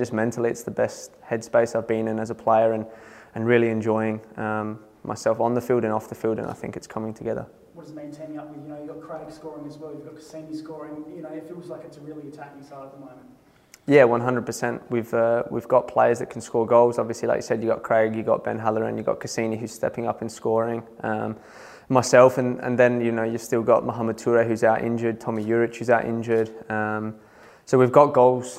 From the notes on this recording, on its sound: Press Conference | Matchweek 14.